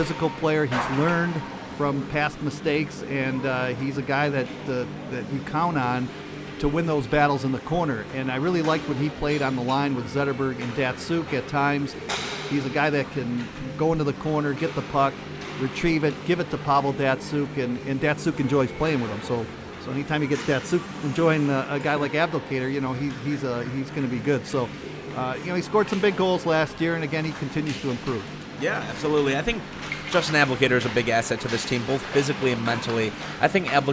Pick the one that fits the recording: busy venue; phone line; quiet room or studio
busy venue